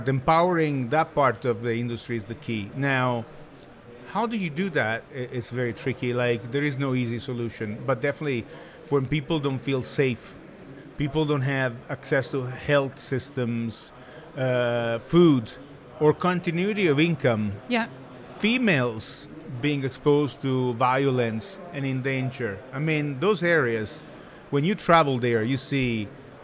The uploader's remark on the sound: live-streamed from the show floor at World of Coffee Dubai 2024 on Jan 21-23 2024